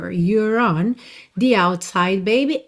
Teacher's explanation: When you're on, temos uma enrolada do R, you're on e não you're on.